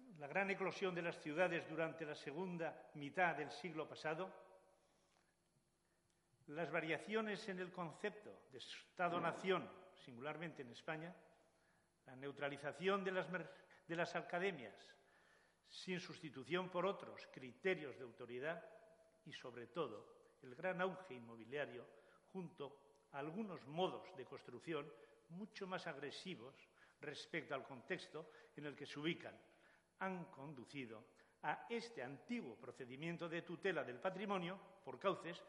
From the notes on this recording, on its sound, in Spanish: La mesa redonda tuvo lugar el 23 de mayo de 2017 dentro de la jornada titulada “Actuaciones arquitectónicas en el Patrimonio edificado” en el Museo San Telmo.